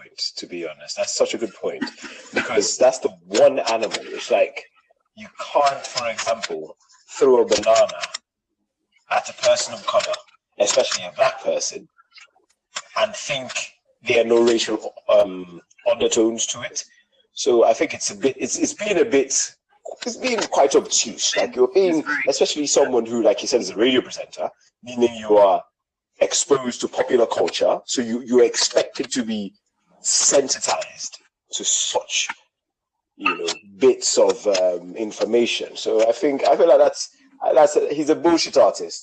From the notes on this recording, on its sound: BE AWARE OF SOUND ISSUES.